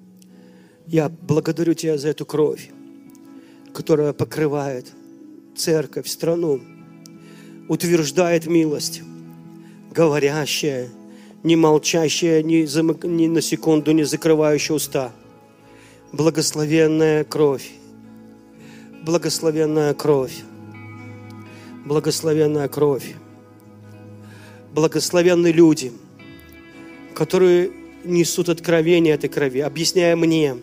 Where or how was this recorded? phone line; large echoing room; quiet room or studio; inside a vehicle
large echoing room